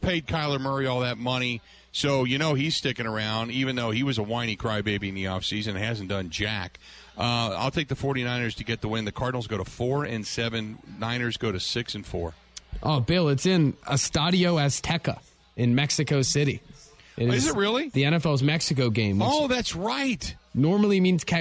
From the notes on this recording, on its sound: live at the Brat Stop in Kenosha